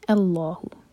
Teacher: Second letter لام ہے تو حمزة الوصل پر ہم فتح لگا کر پڑھیں گے اور اس کو لائٹ رکھیں گے. اللہ نہیں کہیں گے، اللہ.